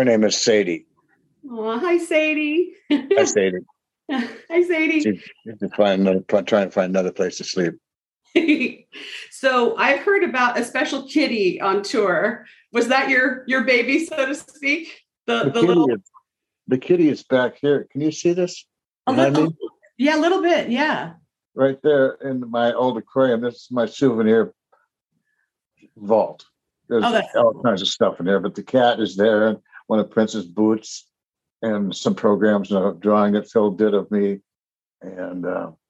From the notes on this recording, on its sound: because I use Zoom to record